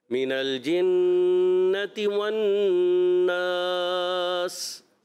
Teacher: ماشاء اللہ اچھے انداز سے پڑھا، مگر پہلا غنہ آپ کا کمزور ہو گیا تھوڑا، کیا آپ نے، اب دوسرا زیادہ پرفیکٹ کیا آپ نے. تو کوشش کریں دونوں کی غنوں کی ادائیگی ایک جتنی ہو